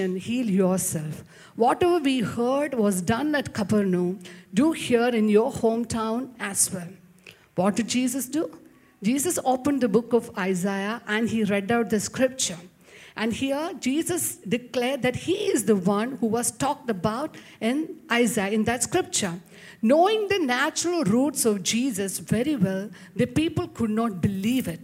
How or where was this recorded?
large echoing room